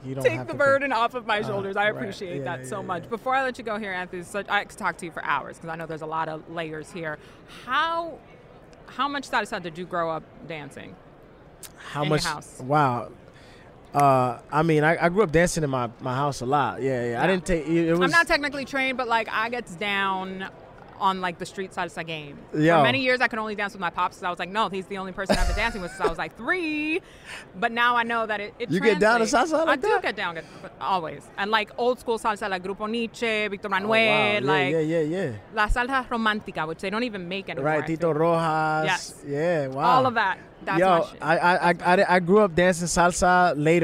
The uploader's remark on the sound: live from Super Bowl LVII Radio Row